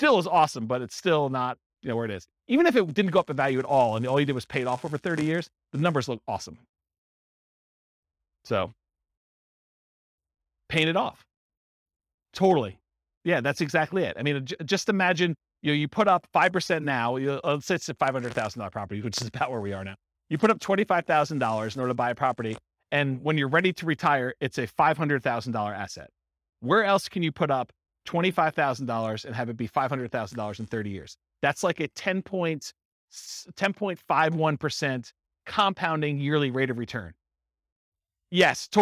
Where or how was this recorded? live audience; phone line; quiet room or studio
live audience